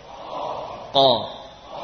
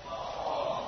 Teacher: Ya, yang namanya pangkal adalah sepertiga bagian lidah yang belakang, kemudian yang sepertiga kedua itu adalah tengah-tengahnya, dan sepertiga yang berikutnya adalah ujung. Maka huruf qaf berasal dari pangkal lidah paling belakang